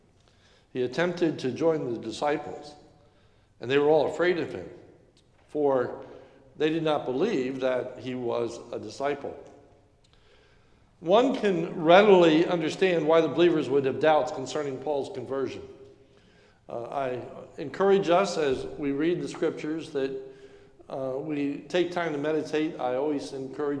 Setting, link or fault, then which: setting, large echoing room